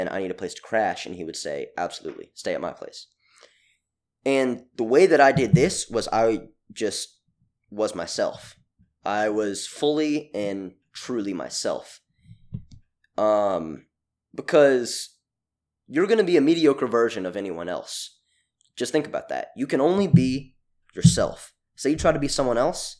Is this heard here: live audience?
no